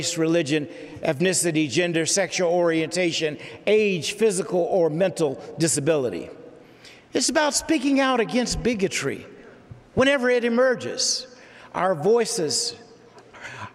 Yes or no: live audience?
yes